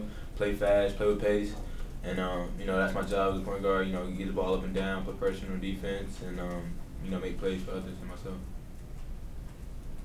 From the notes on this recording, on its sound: Answer questions during a press conference following a win over Emporia State.